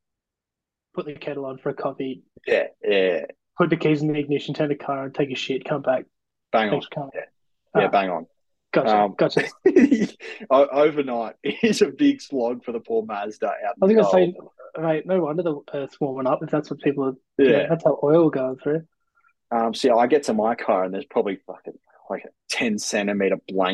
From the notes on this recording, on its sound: The boys are back after an extended break with their very first zoom podcast.